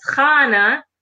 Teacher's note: the initial sound is that glottal ch sound